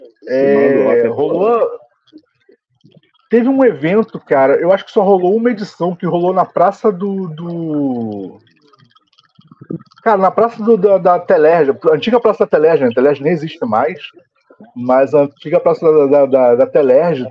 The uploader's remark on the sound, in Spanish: mesa redonda virtual